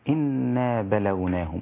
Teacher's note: والنون رقيقة جدا، ما تخليش الغنة فيها تخليها مغلظة، لا الغنة برضو رقيقة، لأن الغنة أحيانا تأتي رقيقة وأحيانا تأتي مفخمة على حسب الحرف المفخم بعدها، خاصة إذا كان في حكم الإخفاء، لأن ما فيش حرف مفخم في الإدغام.